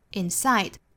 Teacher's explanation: 那要注意 inside 重读是在后面的哒哒 inside.整句话的重读的点呢是 who 和 am 和 side.所以这句话的节奏是哒哒哒哒哒 Who I am inside.